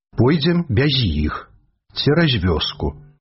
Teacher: послядовны пераход гукаў «С», «З», «Ц», «Дз» у мяккія, нават у приназовніках